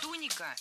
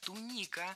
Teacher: Ударение в этом слове падает на второй слог во всех формах. · Shown in: second take